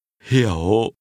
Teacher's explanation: understand is pronounced with a low, falling, rising tone.